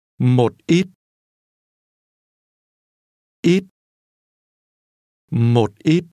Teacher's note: Notice the high rising tone at the end.